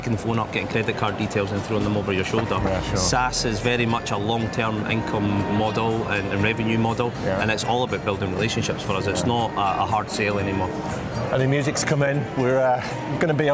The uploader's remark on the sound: Live from Europe's Biggest Event 'Accountex'. A series of live interviews from Accountex 2022 in London recently. Enjoy the live buzz of the event!